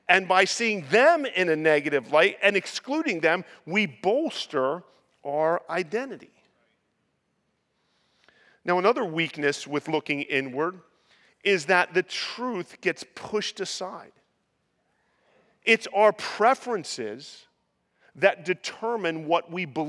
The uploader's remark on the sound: preached this sermon at Covenant Fellowship Church on June 25, 2023